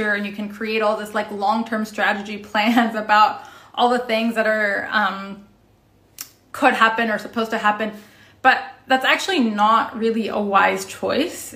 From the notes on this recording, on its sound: Originally appeared as an Instagram Live on June 13, 2021